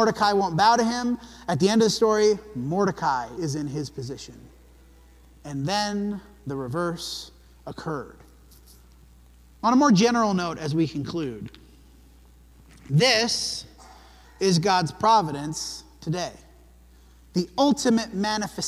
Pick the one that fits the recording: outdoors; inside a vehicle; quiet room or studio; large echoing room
large echoing room